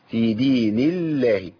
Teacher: عندنا اللام لفظ الجلاله مرققه لان قبلها مكسور